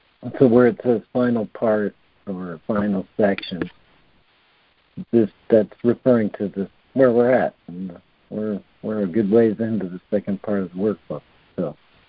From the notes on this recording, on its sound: ACIM Daily Conference Call.